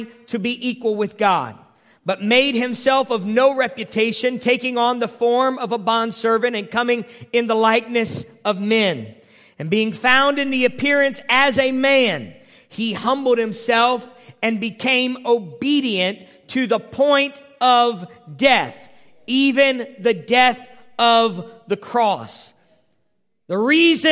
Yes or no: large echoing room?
yes